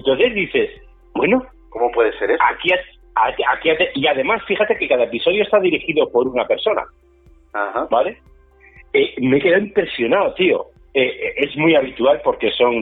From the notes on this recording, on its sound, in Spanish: Este audio derivado de una llamada telefónica común y espontánea.